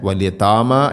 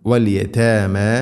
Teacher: വലിയ തേമ, വലിയ താമ എന്നല്ല, കനപ്പിക്കരുത്, താഇനെ ലൈറ്റായിട്ട് ഉച്ചരിക്കണം · Shown in: second take